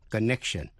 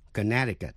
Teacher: Tuy không phát rõ, nhưng lưỡi đặt vào cuối mềm ở vị trí âm k · Shown in: first take